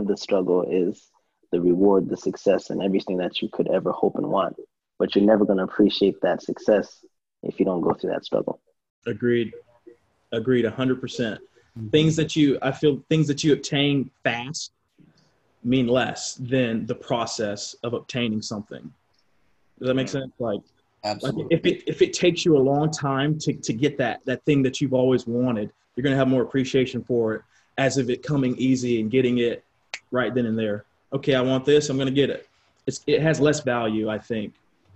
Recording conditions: video call